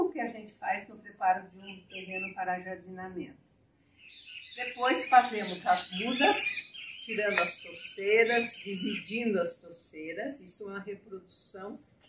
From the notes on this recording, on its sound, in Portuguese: ESTE ÁUDIO FOI GRAVADO AO AR LIVRE, POR ISSO RUÍDOS VÃO SURGIR NA GRAVAÇÃO.